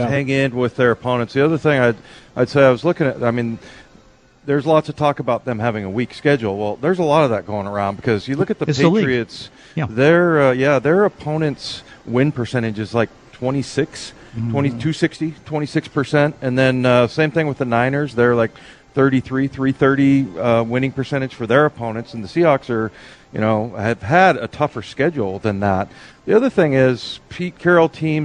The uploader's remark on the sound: live at Snoqualmie Casino